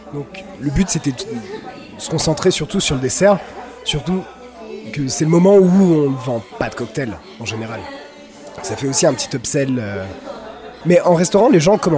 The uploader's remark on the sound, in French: A l'occasion de Whisky Live Paris 2023, nous avons interviewé quelques personnes. Au festival Whisky Live Paris.